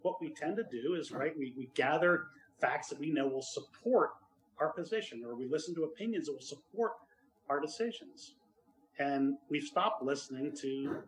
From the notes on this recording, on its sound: This is an audio from the Portland Church in Portland, OR.